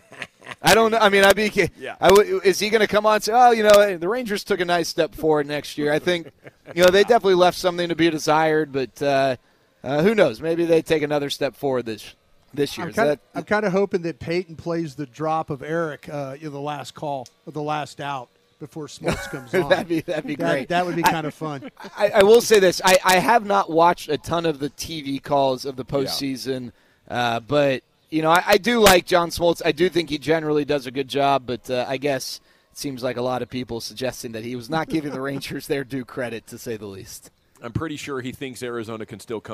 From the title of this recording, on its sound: live from Spring Training